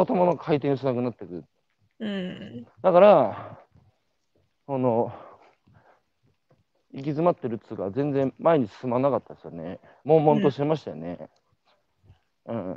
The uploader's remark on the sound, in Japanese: 歩きながら2時間、対談インタビューを受ける